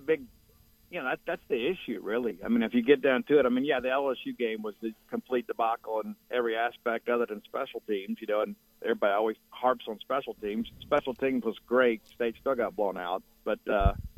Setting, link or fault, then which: link, phone line